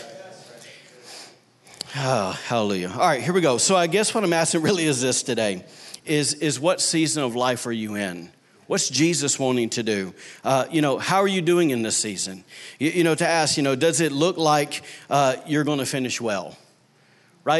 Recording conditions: large echoing room